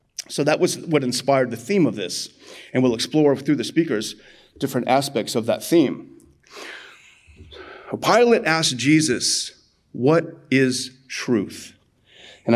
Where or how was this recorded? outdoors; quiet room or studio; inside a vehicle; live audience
live audience